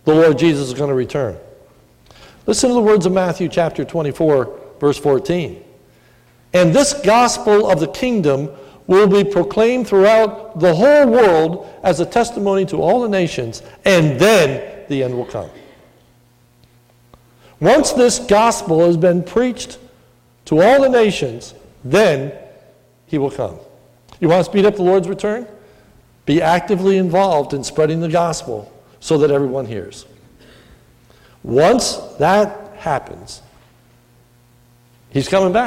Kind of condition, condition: setting, large echoing room